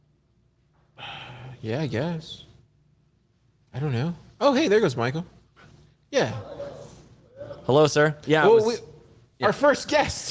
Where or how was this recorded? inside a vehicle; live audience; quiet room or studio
live audience